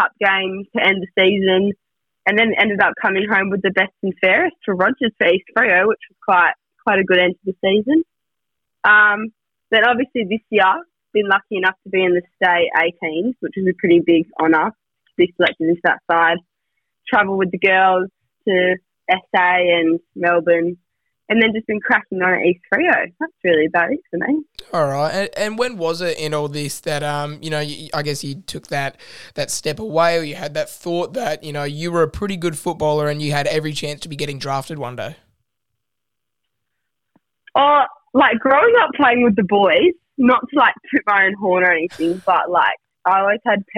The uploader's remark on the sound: joins over the phone